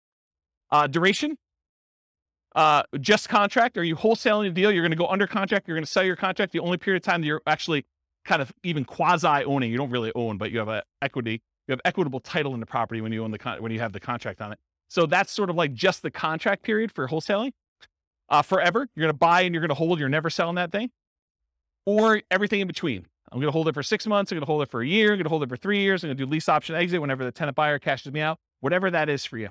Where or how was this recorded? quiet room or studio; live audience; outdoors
live audience